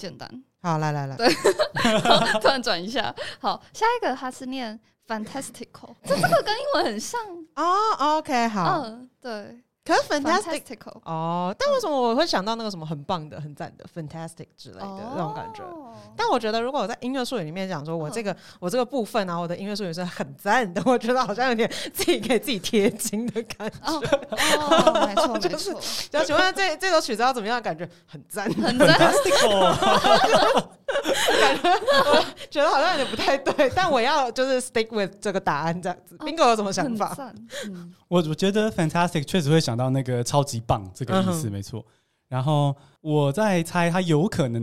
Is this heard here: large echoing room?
no